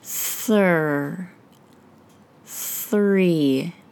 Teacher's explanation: This combination is hard because it takes a lot of tongue movement to get from the unvoiced TH into the R sound. The unvoiced TH happens at the front of our mouth with the tip of our tongue very near the top front teeth. Air from our lungs is forced out of the vocal tract between the tip of our tongue and the top front teeth. · IPA: /θ/